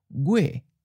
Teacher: So note that our last word, gui, which ends in an H, in a general southern accent, it may sound almost like a high falling